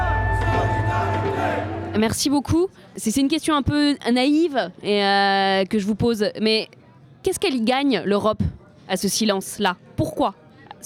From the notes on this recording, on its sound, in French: 1er plateau enregistré en public au Point Ephémère (Paris) lors de l'exposition Cartographie du non-accueil.